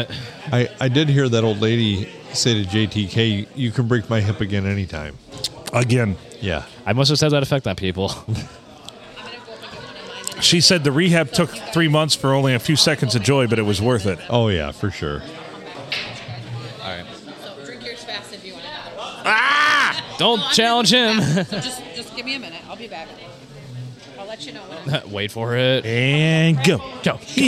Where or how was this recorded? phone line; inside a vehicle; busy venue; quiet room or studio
busy venue